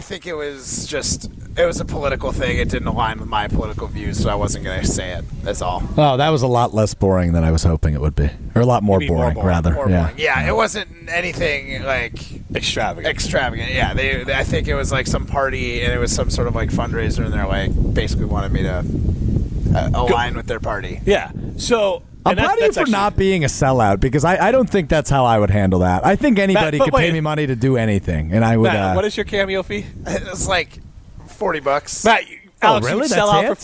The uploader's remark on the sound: are live at Wild Rock Golf Course for the Easterseals Golf Outing